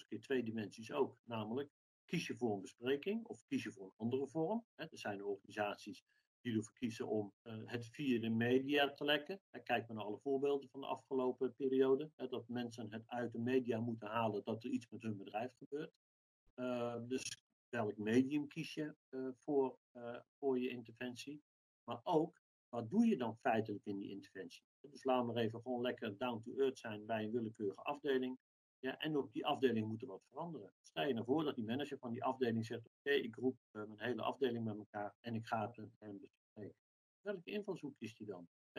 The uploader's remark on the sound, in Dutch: Deze podcast is online opgenomen.